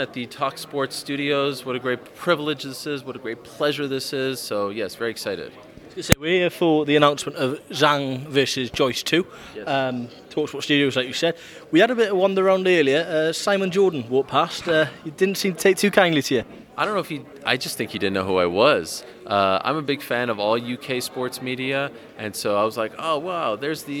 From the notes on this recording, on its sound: at the launch press conference